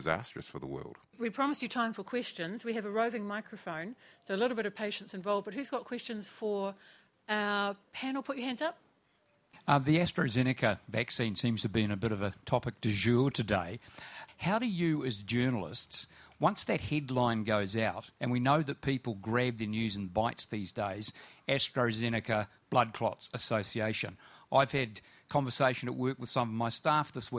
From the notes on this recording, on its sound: This is a panel discussion recorded in Wanaka, at the 2021 Festival of Colour's "Aspiring Conversations" series.